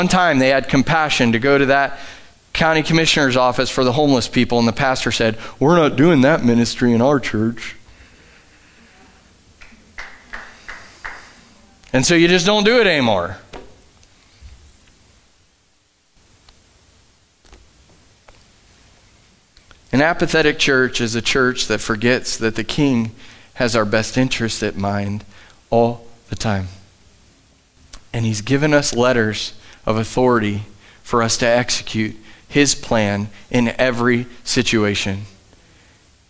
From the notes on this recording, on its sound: Live from The Summit Church in Dover, OH